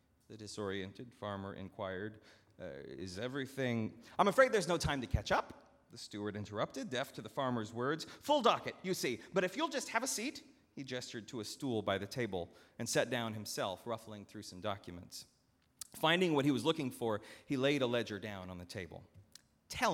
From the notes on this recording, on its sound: at Northminster Church on September 22, 2019